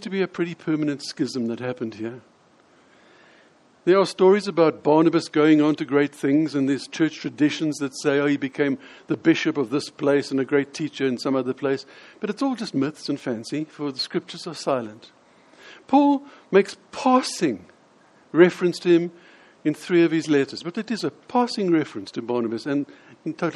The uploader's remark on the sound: In this sermon, delivered at the Lonehill Village Church.